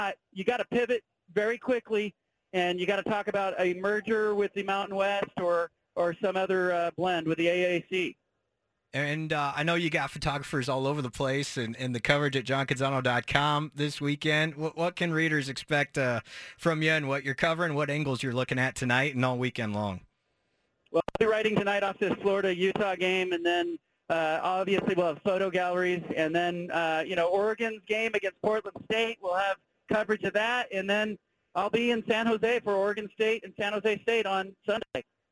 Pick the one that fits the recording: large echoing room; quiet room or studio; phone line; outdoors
phone line